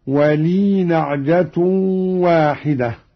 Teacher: قرأ قالون بإسكان الياء هكذا في الوصل